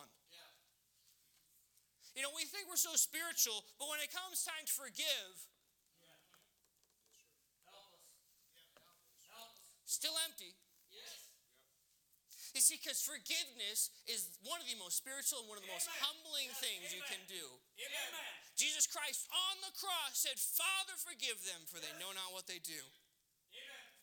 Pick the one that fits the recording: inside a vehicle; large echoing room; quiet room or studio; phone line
large echoing room